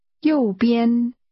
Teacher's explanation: The tones are high falling and high level.